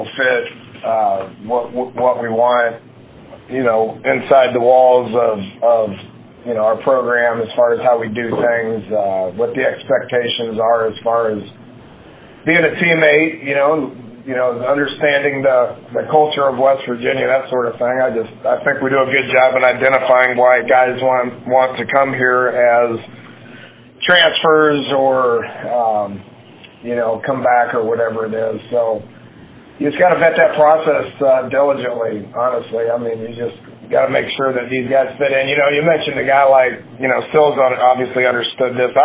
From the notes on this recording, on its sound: on his weekly Big 12 teleconference